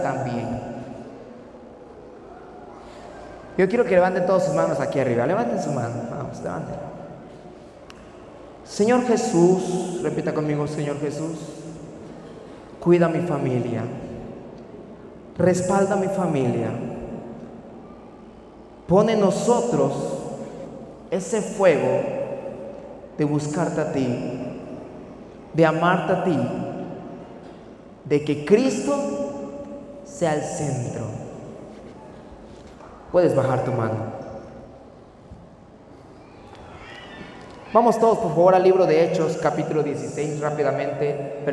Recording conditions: large echoing room